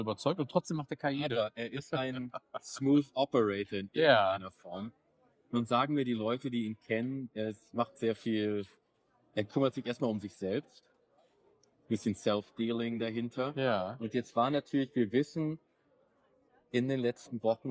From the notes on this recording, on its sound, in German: Live und in Farbe aus der Peppermill in Las Vegas, Nevada. Geeks On Air Episode 4 erreicht Euch als Live-Produktion aus dem berühmten in Neonlicht-getränkten Diner auf dem Las Vegas Strip. Für Atmosphäre sorgt in dem Fall das Hintergrundrausch des regsamen Betriebs in dem 24 Stunden Diner.